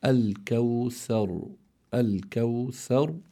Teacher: فإذا هون عندي راء ساكنة لأجل الوقف، ما بعدها حرف مفتوح، فإذا تفخم الراء في هذه الحالة فتنطق على هذا النحو الكوثر، الكوثر بتفخيم الراء لأنها ساكنة لأجل الوقف، مفتوح ما قبلها، سكنت لأجل الوقف وما قبلها مفتوح فهي تفخم.